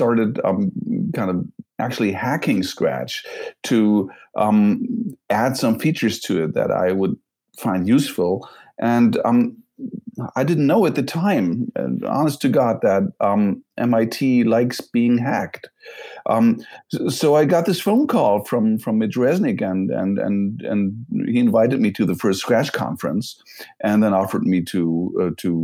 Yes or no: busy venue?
no